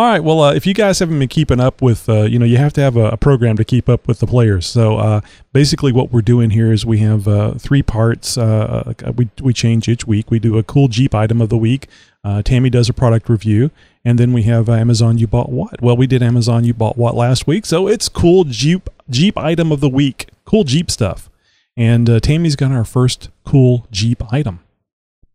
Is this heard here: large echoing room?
no